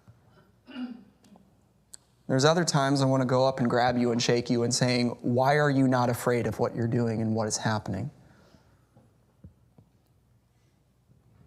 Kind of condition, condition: setting, large echoing room